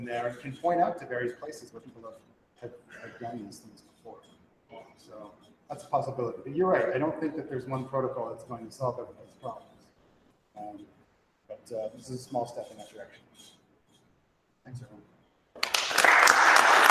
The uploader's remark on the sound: This week's episode is an audio only version of the presentations at the 2018 Subsurface Hackathon in Salt Lake City.